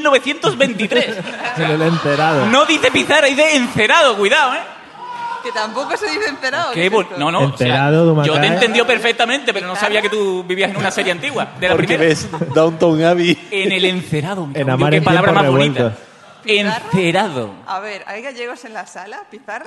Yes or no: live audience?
yes